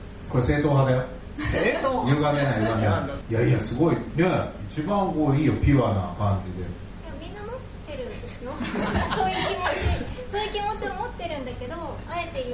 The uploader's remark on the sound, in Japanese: ライブ後のライブハウスでの公開ポッドキャスト収録